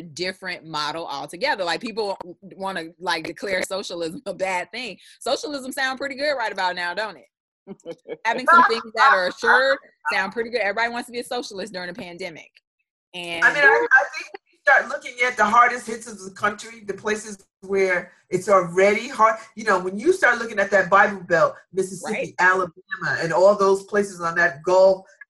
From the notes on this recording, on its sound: Like almost everybody else, we're connecting over the internets. Check the audio from our April 3, 2020 Zoom connection.